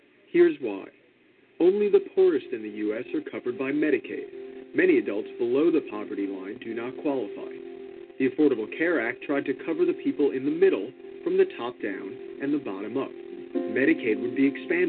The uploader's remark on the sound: your phone calls